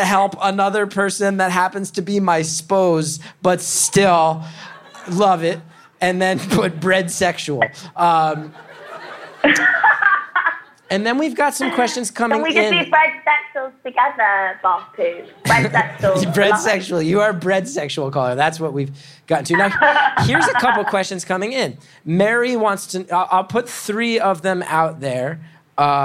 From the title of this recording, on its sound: Live From Rochester